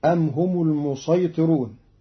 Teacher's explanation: قرأ قالون كلمة المسيطرون بالصاد فقط